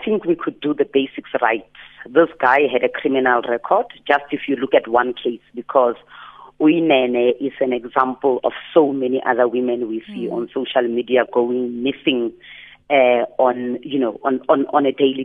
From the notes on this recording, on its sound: TELEPHONE INTERVIEW